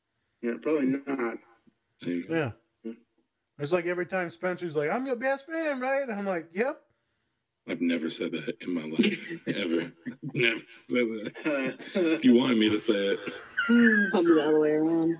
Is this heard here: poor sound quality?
yes